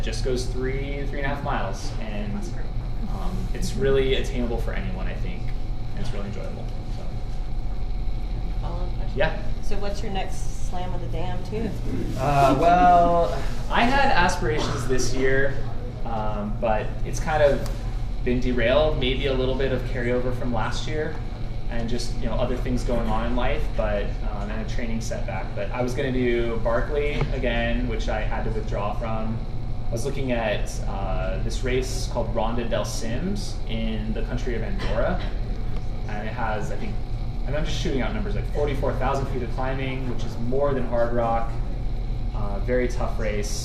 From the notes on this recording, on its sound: Live at Sole Sports in Tempe, AZ.